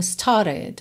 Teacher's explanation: Você nem ouve o R do started, né? Porque a gente vai ter o rararã, então started, ok?